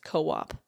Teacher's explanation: I don't like two O's together, so let me put a W in between it.